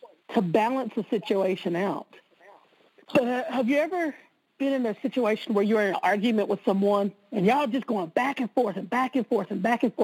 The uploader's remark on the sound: conference-call based classes